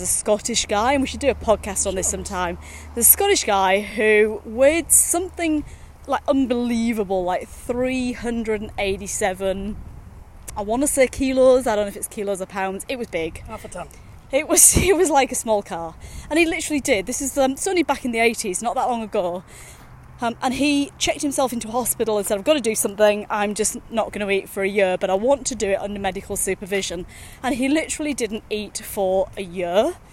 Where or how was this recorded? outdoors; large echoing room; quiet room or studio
outdoors